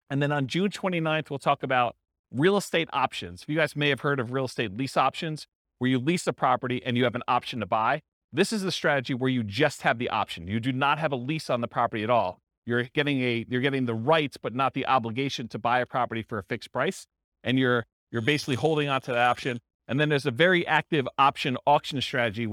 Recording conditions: live audience